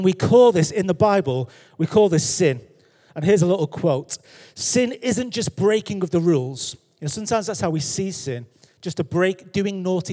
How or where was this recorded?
large echoing room